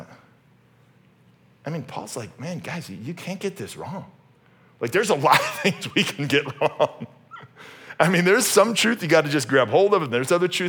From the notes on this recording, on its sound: originally preached at Highpoint Church on Sunday, May 7, 2023